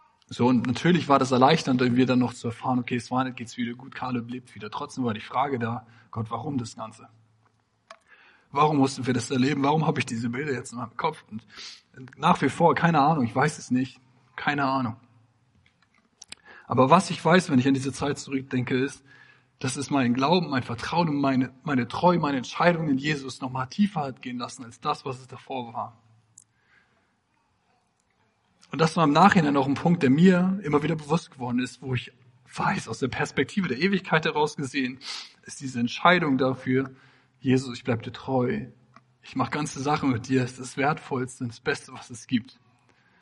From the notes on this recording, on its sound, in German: Predigt im Rahmen des GreifBar+ Gottesdienstes